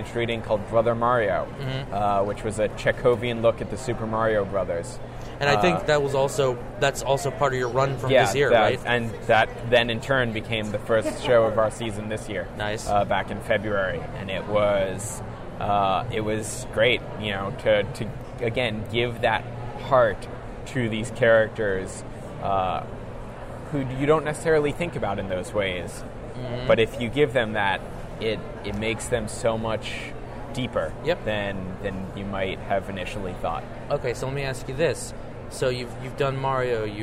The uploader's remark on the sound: we are live at Awesome Con 2017